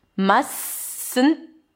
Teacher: I drop the T of the must.